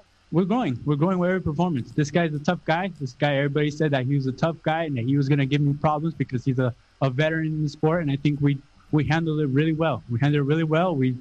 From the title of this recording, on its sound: Post Fight media Conference